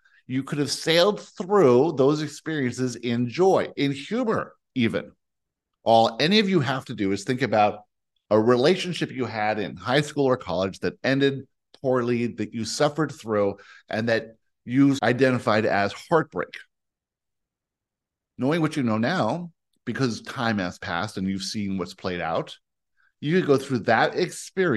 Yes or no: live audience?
no